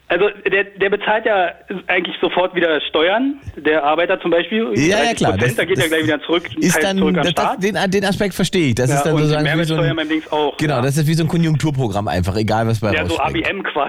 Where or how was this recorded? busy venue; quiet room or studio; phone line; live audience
phone line